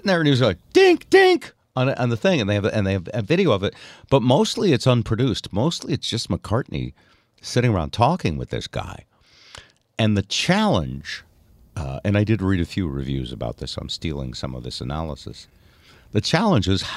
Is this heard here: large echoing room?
no